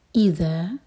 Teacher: ذا مد طبعی ہے دو حرکہ لمبا